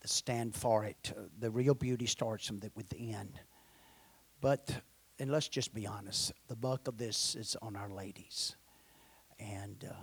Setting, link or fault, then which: setting, large echoing room